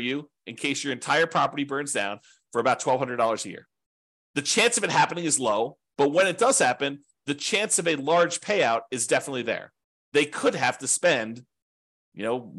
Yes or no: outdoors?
no